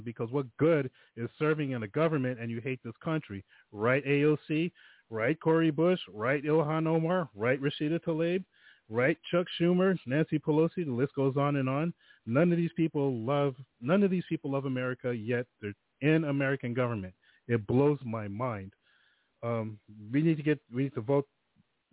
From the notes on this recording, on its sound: The phone lines are open in the second hour.